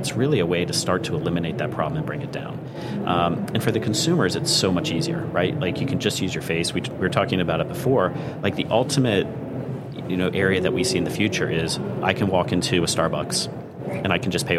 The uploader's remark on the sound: LIVE FROM MONEY 20/20